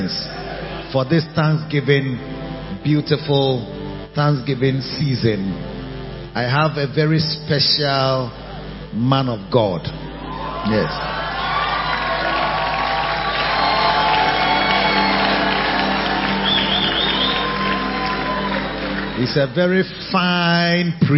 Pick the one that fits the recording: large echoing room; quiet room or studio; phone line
large echoing room